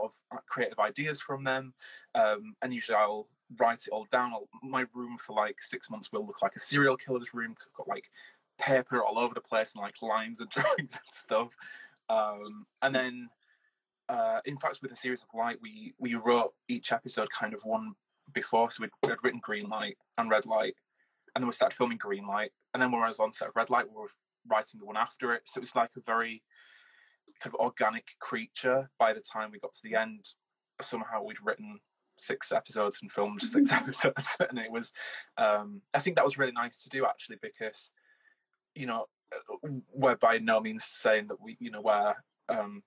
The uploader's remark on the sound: live Instagram interview